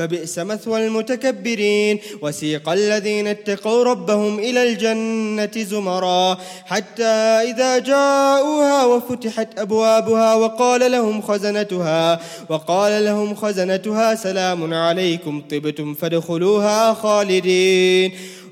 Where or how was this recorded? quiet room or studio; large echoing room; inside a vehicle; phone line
large echoing room